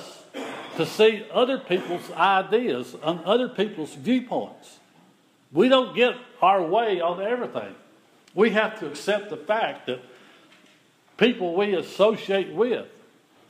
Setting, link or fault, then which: setting, large echoing room